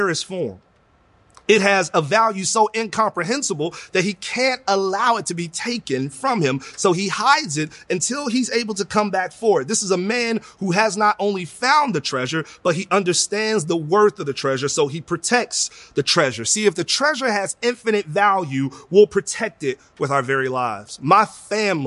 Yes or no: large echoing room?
yes